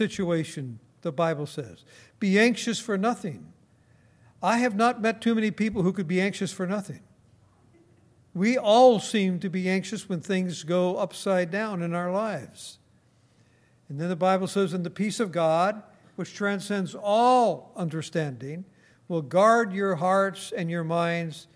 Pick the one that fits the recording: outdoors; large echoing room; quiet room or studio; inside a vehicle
large echoing room